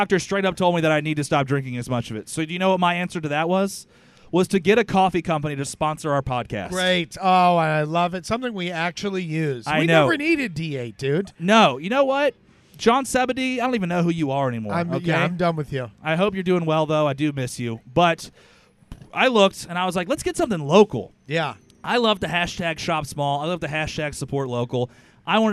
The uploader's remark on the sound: We are live, for the first time ever, from The Raleigh Night Market. Live in the middle of a holiday market in a park in Downtown Raleigh, NC.